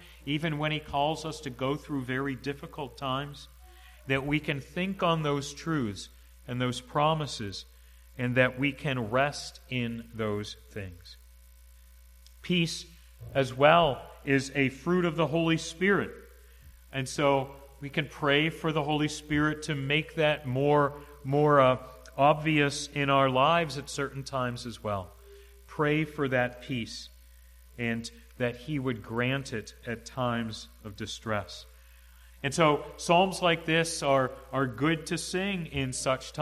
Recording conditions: large echoing room